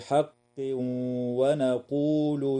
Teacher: ويدغم التنوين في الواو مع الغنة في قوله تعالى: حق ونقول.